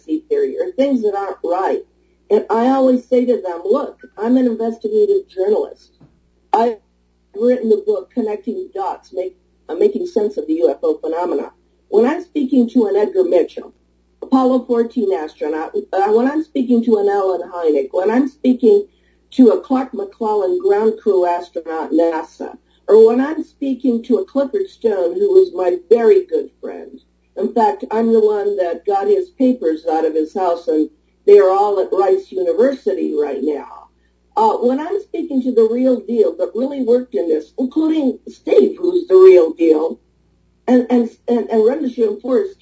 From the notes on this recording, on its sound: In a show fraught with odd technical glitches